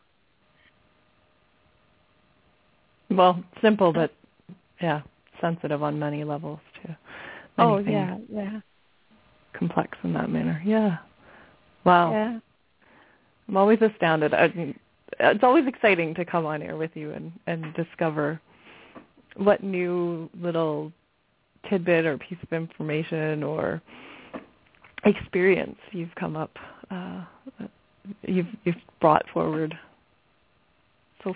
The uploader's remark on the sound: Takes your calls for healing live today!